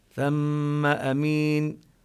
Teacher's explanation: نبين بثم فتحة الثاء وغنة الميم